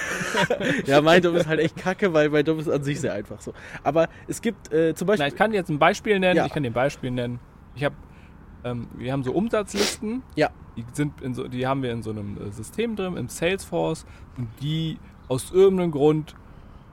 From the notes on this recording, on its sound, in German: Heute bin ich mal wieder in der Welt unterwegs gewesen bei der Aufnahme